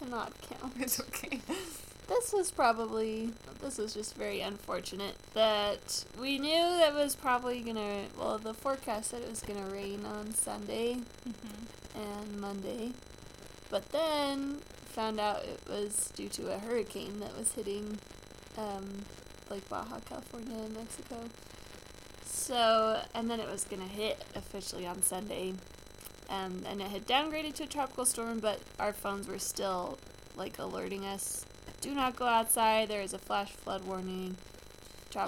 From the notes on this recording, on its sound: Apologies in advance for the poor recording quality.